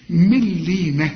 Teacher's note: هنا النون بعدها لام في النطق إذا وصلت كأنها غير موجودة، العلماء بيسموها إدغام كامل بدون غنة